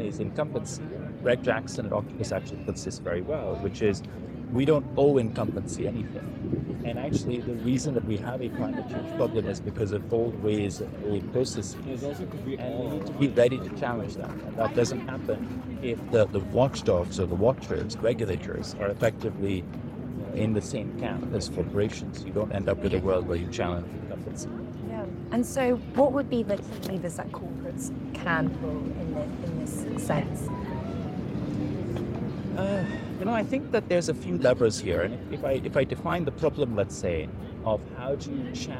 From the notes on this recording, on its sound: Live from COP28.